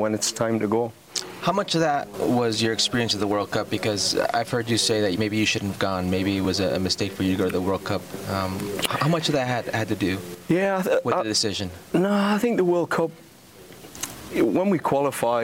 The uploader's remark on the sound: live from Miami for MLS Media Day